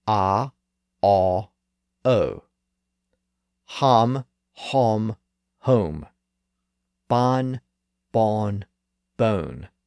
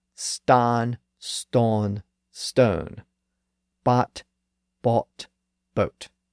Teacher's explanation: words that had that lowest ah sound started to be pronounced with a slightly higher aw sound. So the vowel shifted up one step. And then, 3 or 4 centuries later, that vowel sound shifted up again during the Great Vowel Shift from aw to o.